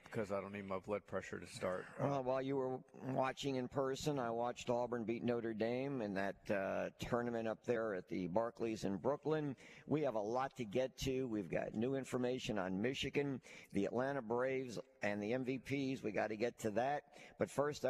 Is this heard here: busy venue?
yes